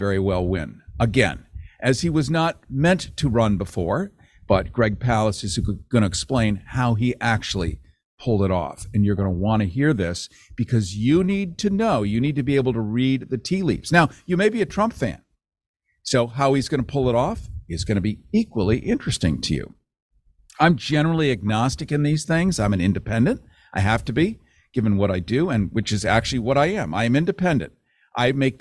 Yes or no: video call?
no